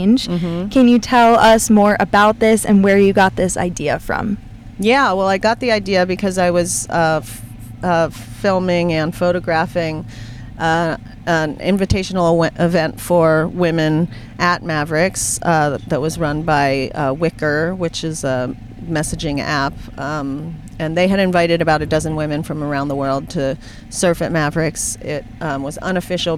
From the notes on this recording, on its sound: from my car!